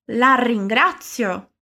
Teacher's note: prestando atenção na pronúncia do R, que é sempre mais vibrante